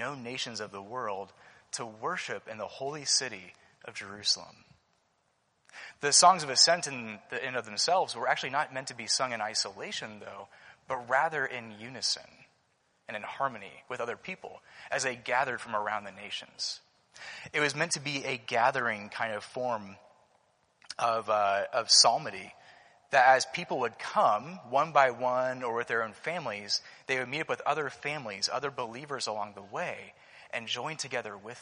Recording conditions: large echoing room